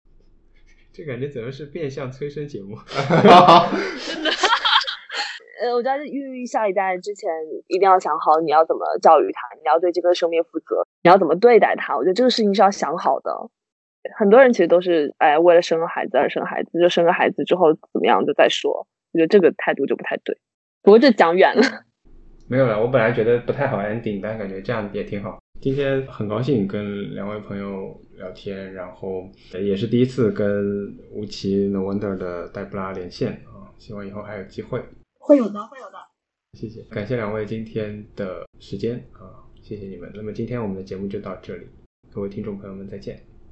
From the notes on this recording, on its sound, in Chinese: 本期为远程连线录制，音质还请多包涵。